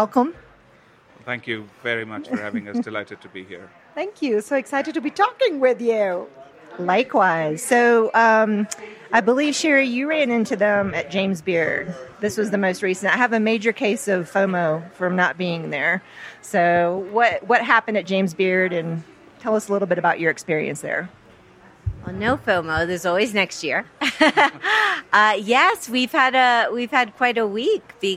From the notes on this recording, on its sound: "On the Road" at the 2022 Food & Wine Classic in Aspen. An exclusive "HRN on Tour" show from The Classic.